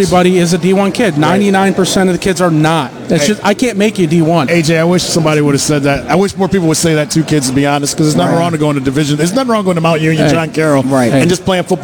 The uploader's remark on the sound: WTAM 1100 Interview. Live radio interview from the Hooley House.